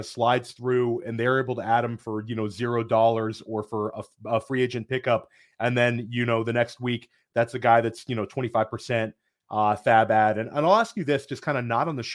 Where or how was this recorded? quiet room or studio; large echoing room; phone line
quiet room or studio